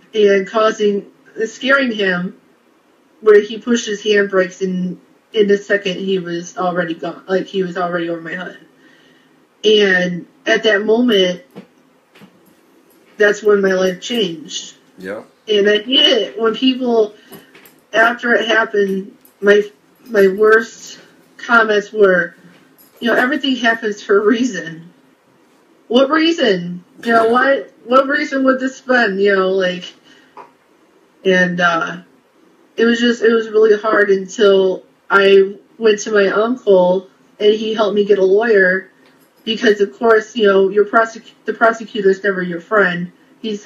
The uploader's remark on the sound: This episode was recorded from a live video in the PTSD Buddies Facebook group.